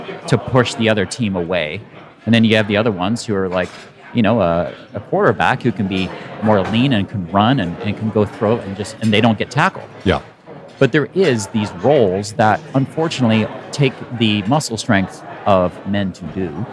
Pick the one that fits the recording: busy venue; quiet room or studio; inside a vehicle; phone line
busy venue